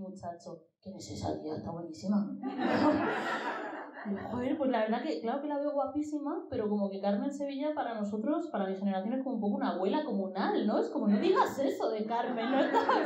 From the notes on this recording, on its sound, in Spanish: En directo. Gracias al Taller de CTXT por acoger la grabación con público de este episodio especial.